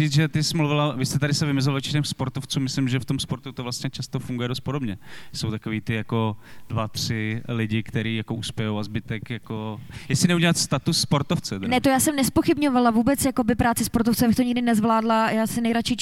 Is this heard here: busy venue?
yes